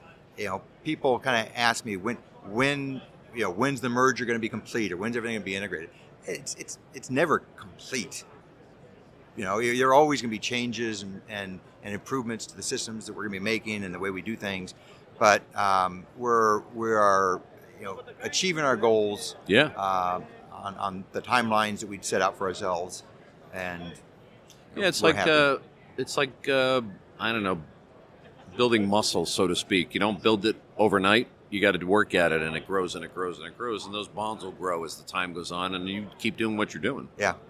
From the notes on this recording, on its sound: Recorded live at the Printing United Expo.